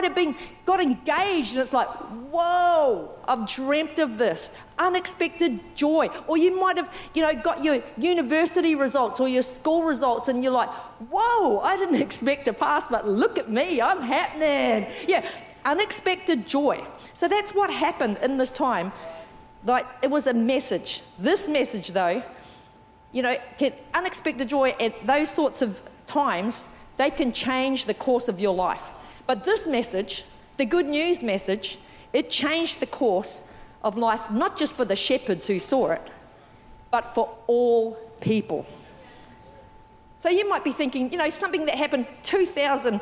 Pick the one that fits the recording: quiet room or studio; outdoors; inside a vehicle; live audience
live audience